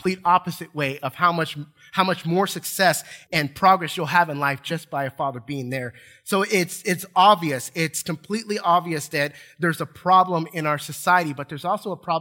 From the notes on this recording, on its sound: Recorded from South Gate Fellowship in Duncanville, TX on Sunday, January 30, 2022.